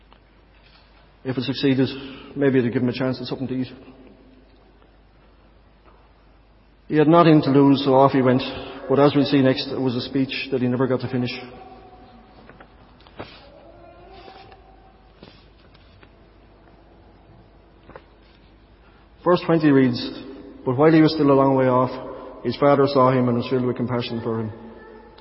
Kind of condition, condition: setting, large echoing room